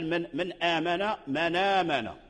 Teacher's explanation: حركة الهمزة أي حركة الفتح نقلناها إلى النون من من وحذفنا الهمزة وبقي الألف من آمن من آمن ولقد آتينا. · Term: النقل